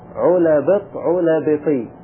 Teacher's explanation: نلاحظ العين مضمومة واللام مفتوحة ثم الكسرتين علبطي الباء والطاء، فما قبل الكسرة الأولى، ما قبل الكسرتين يعني، جاءت حركتان مو حركة واحدة، فيقول هنا بقيت على حالها.